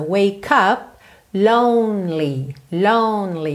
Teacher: Do N você já segue pro L.